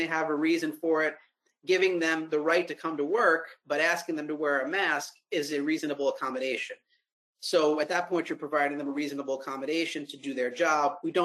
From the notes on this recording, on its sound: Answers COVID-19 workplace policy questions in a live webinar hosted by Personnel Concepts.